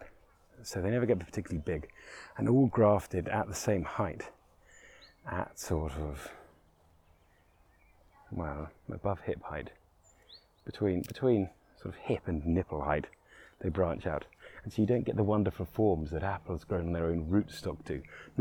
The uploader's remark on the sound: Roving Episode. Special on location recording that starts deep in the beach woods and bursts into the orchard.